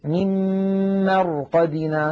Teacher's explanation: طيب إن كانت ساكنة ننظر إلى الحرف الذي قبلها، إن كان مفتوحا أو مضموما نفخمها، وإن كان مكسورا نرققها، يعني نعتبرها كأنها مشكولة بحركة الحرف الذي قبلها، ساكنة قبلها مفتوح، مثل مرقدنا، قالوا يا ويلنا من بعثنا من مرقدنا، نلاحظ أن الراء ساكنة قبلها مفتوح فنفخمها وكأنها راء وكأنها مفتوحة